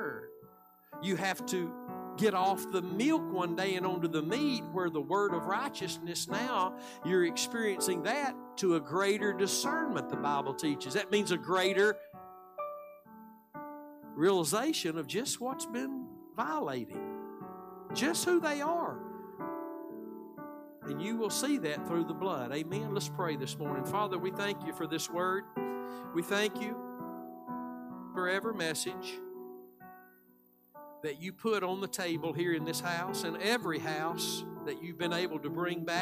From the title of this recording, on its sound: Live Sunday Morning Service